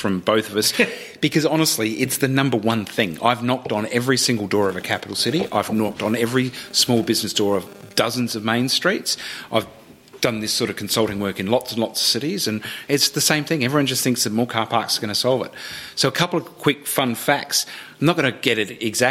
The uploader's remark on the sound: Explore the city of Maryborough in Queensland and have a conversation in front of a live audience of locals passionate about their city.